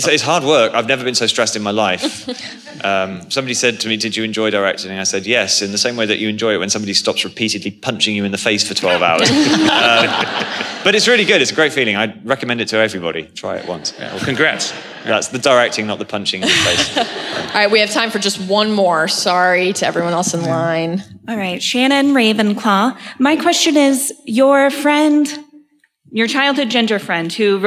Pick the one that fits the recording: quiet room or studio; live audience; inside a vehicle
live audience